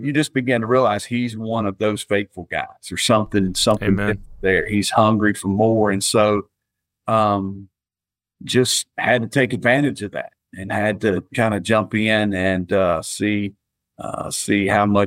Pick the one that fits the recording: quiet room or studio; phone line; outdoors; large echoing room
quiet room or studio